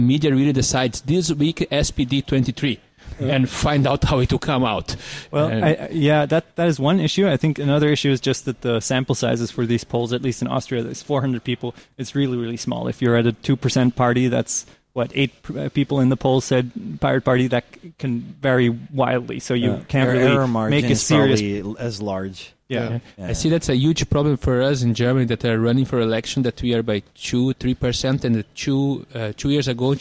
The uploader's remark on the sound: reporting Live from OHM2013 in the Netherlands.